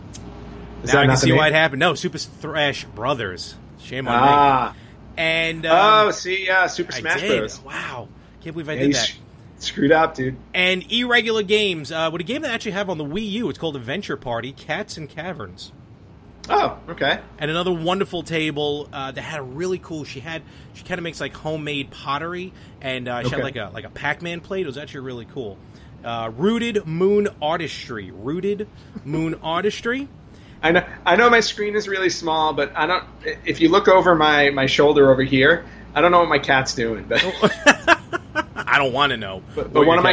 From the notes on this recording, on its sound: live from the Long Island Retro Gaming Expo